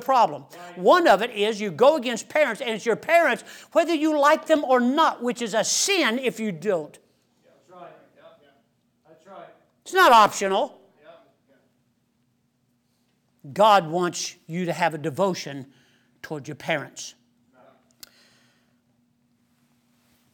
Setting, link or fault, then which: setting, large echoing room